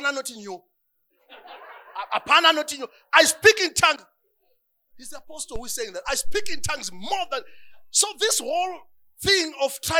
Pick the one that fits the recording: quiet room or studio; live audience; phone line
live audience